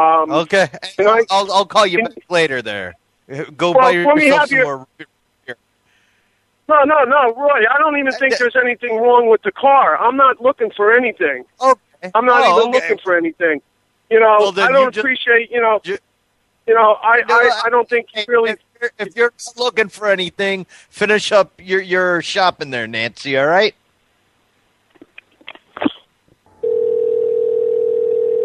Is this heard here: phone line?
yes